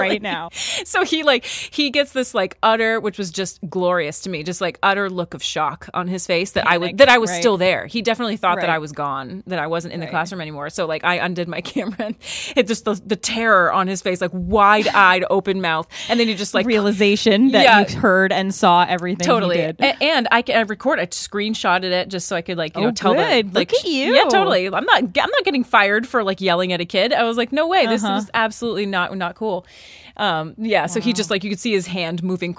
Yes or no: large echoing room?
no